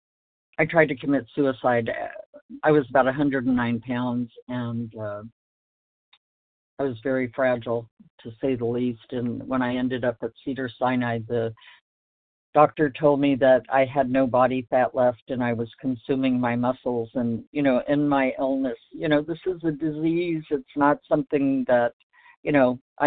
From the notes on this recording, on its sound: from the 100 Pounders Phone Meeting